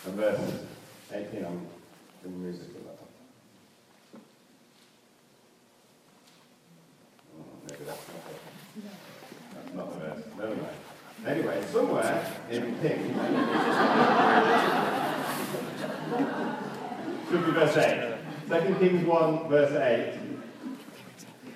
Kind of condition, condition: fault, poor sound quality